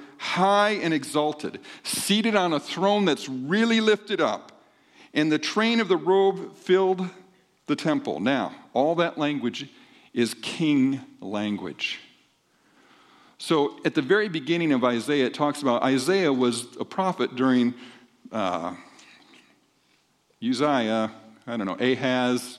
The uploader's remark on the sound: This podcast has the audio from the second service on 2-18-24